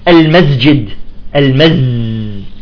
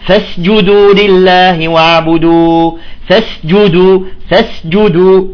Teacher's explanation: بتطالع السين صافية تمام، بتطالعها صافية ثم تنتقل بانسيابي إلى الجيم مخرج الجيم · Shown in: second take